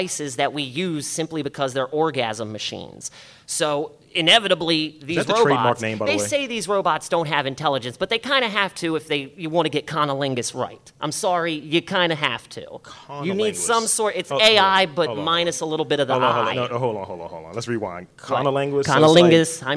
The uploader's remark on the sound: Live At The Baltimore Podcast Festival. Record live at The Windup Space in Station North.